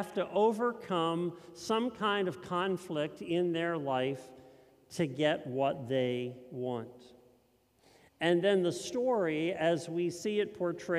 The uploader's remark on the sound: This message was first preached at Linglestown Life.